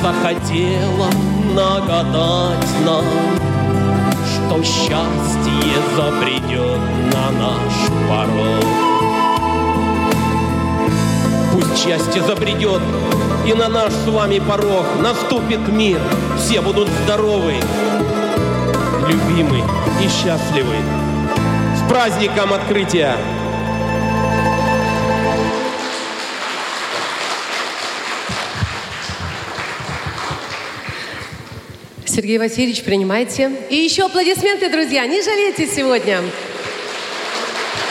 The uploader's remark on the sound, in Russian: Актуальный репортаж. Торжественное открытие фестиваля «Крымская осень 2023»